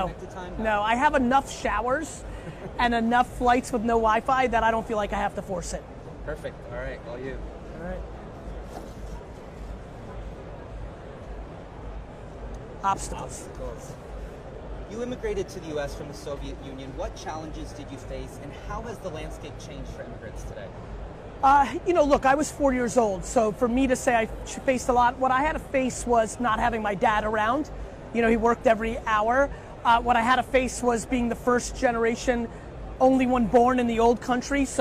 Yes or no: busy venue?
yes